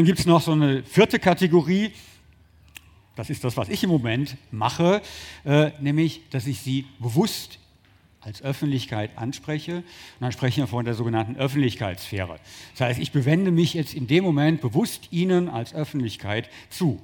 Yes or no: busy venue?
yes